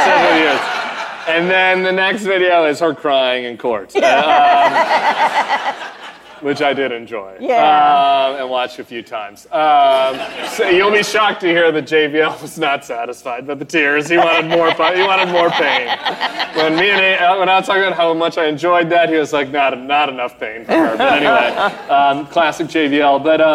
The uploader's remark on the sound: The Bulwark: Live from New Orleans. In The Big Easy.